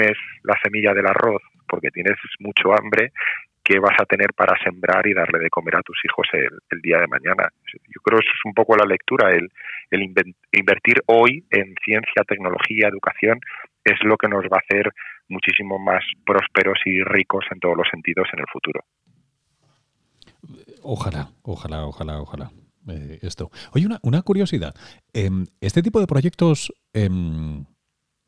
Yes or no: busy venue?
no